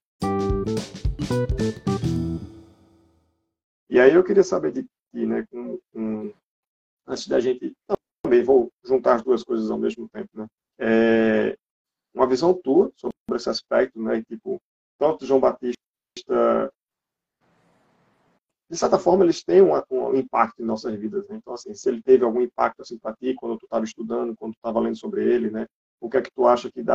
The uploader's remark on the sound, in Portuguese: Live realizada através do Instagram